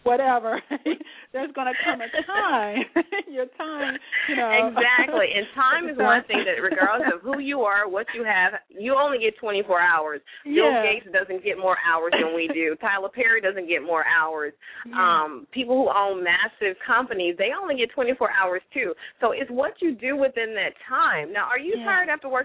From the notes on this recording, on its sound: LML uses a progressive live call in format to engage our listening audience.